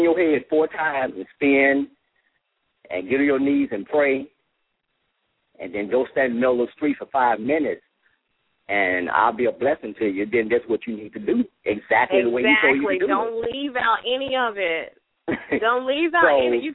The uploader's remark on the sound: LML uses a progressive live call in format.